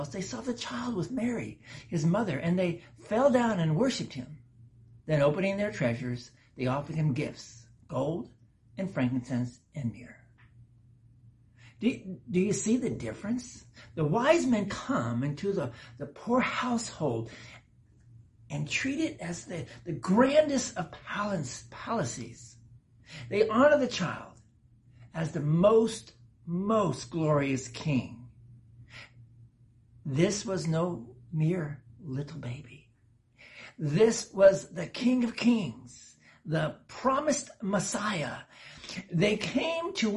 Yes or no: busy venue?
no